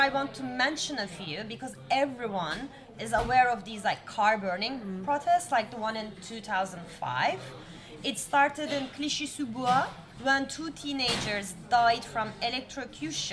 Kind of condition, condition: setting, busy venue